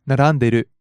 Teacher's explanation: we don't pronounce the E in いる. So it's just 並んでいる.